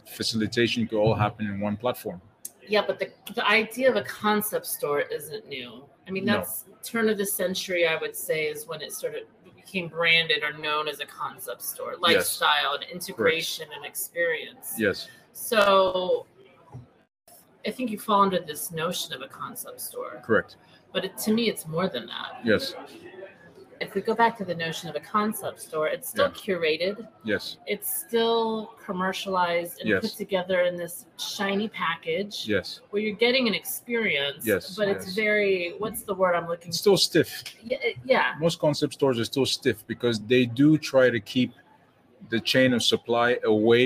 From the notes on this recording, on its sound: an on-location conversation that took place on a sunny Saturday in the window of the Never Fade Factory located on Old Compton Street